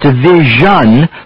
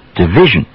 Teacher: most Americans don't pronounce the vowel fully in the zhun syllable. · Shown in: second take · Not division, but division.